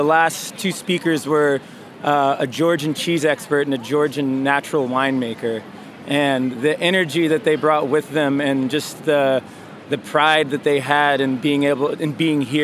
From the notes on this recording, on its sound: reports live from Bra Cheese.